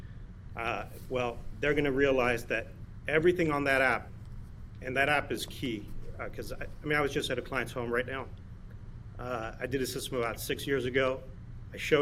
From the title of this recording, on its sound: Live From Crestron Masters 2021